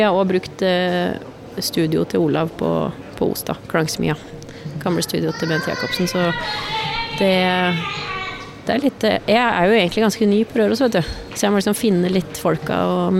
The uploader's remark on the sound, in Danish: Live fra Domus